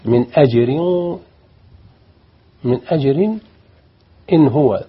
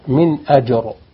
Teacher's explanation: إذا وصلت الراء ترقى، إذا وقفت فخم الراء